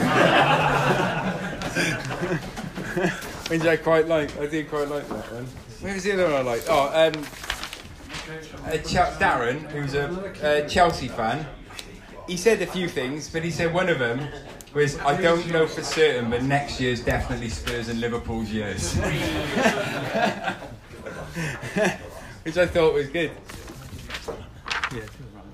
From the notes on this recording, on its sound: This week we hosted our first live show at Little Man Coffee Cardiff and it sold out.